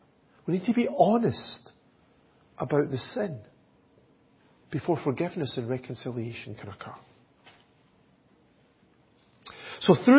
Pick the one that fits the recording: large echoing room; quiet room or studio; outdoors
large echoing room